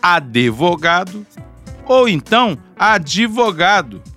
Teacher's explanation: vai pôr uma vogal após o D e dividir a sílaba em duas